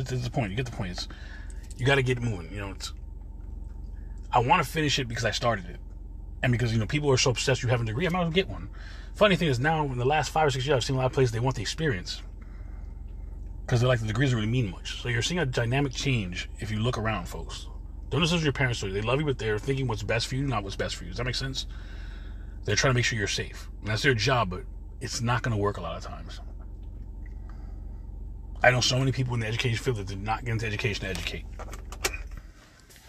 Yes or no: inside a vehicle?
yes